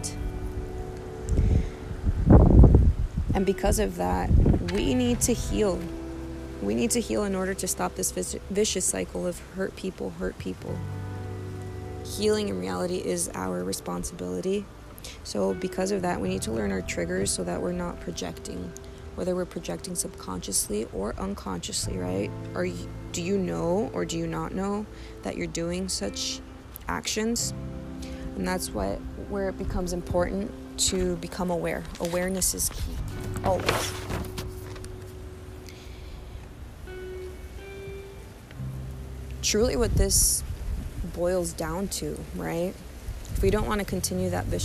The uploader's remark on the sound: I do apologize for the wind, it definitely wanted to make itself known